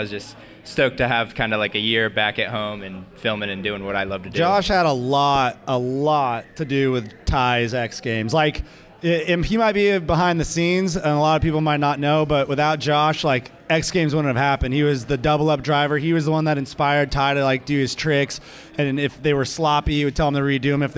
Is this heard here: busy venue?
yes